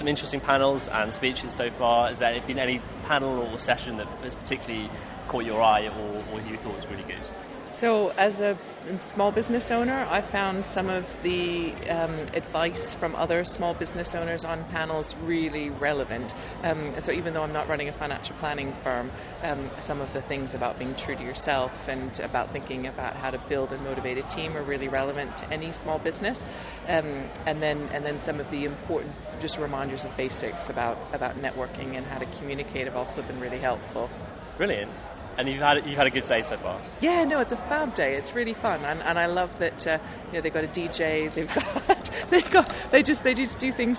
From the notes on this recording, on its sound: Inside the NextGen conference 2019. Does the rounds at the NextGen Planners Conference in Manchester.